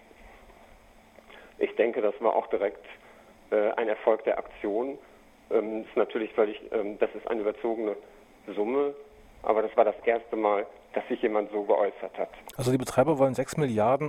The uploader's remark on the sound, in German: Telefongespräch